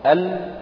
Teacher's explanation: تحت اللام تطلع النون ثم تحت النون تطلع مكان الايه الراء، يعني ال وبعدين تحتها ان وبعدين تحتها ار، كل ده · Term: اللام والنون والراء